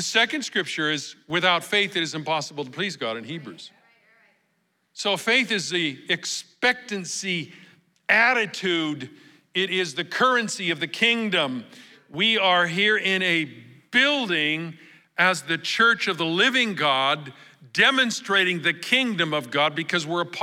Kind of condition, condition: setting, large echoing room